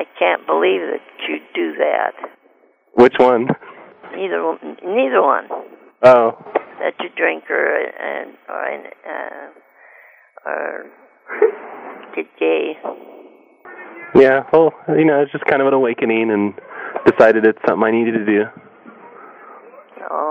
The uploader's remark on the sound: Prank Phone Calls